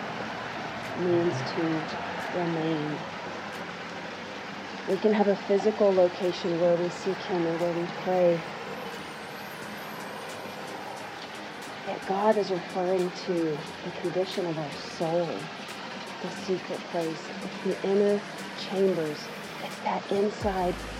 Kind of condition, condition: setting, outdoors